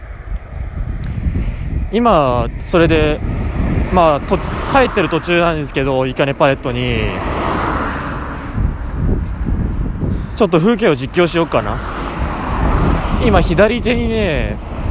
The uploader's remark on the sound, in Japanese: お昼食べた後にご機嫌に歩きながら喋ります。車や風、小鳥のさえずりをバックにお聞きください。